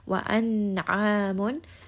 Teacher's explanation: Ayn is going to be from the middle of the throat, and this is a two count med.